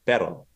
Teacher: There's like the R that we have in America, which tends to be a harder R. But then there's something like the Spanish R, which is more of a trill